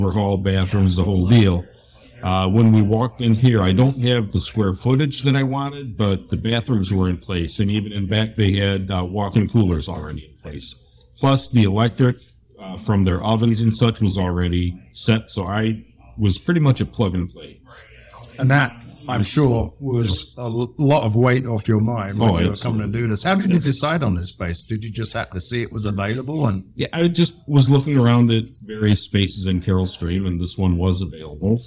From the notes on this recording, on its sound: A converted Subway store is now home to a nano-brewery called 206 Brewing. The brewpub had just opened for the day when we showed up, so you may get a little background noise, but hey, it's all pub ambiance!